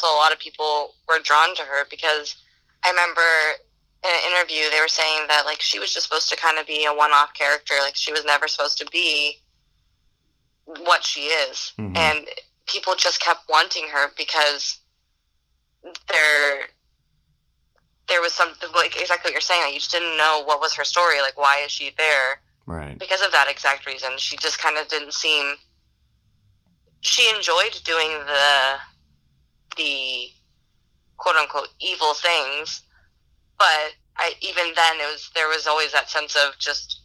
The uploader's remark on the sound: via telephone communicator device